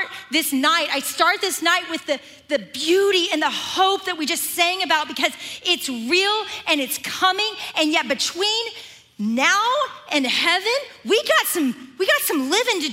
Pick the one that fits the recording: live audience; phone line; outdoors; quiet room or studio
live audience